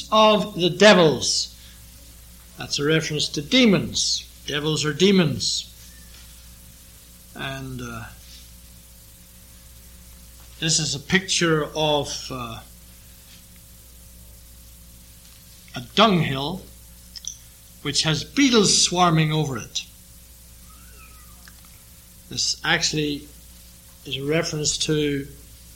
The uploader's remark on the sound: This sermon was preached during the evening sermon